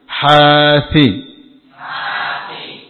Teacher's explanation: Jadi ha panjang dua harokat, dua kalinya. Kemudian si satu harokat. Ha. Si, akhirnya. · Term: mad tabii